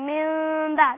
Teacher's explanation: أهي النون الساكنة قلبت ميما للتخفيف وأتى بعدها الباء · Term: الإقلاب